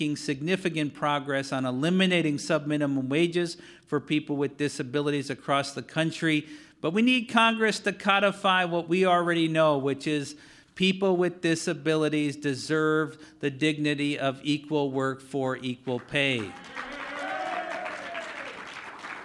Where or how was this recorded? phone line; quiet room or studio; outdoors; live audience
live audience